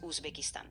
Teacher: Se pronuncia Uzbekistán, con la primera sílaba sonando como us y la e breve